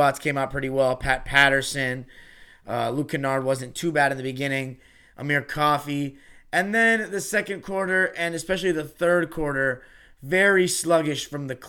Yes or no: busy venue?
no